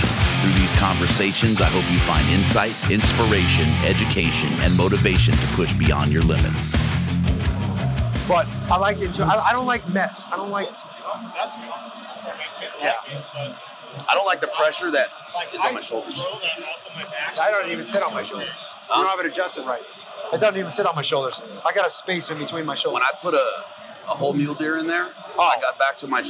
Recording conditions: busy venue